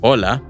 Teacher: because the H sound is silent in Spanish, remember it's hola